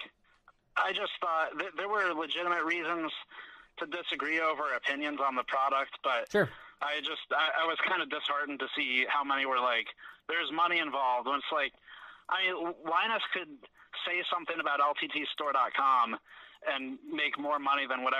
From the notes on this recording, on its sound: surprise phonecall